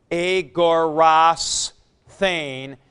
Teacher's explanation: Number 2, when the stem of the first principal part ends with a consonant, the theta eta is added directly and the final consonant is assimilated or adjusted to the aspiration of the theta · Term: dental goes to a sigma